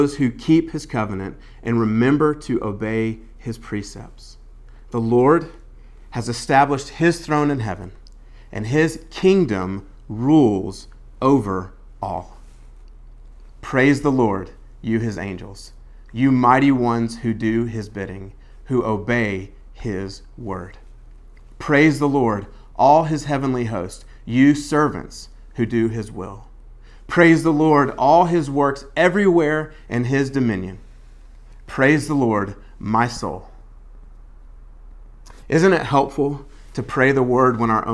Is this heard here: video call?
no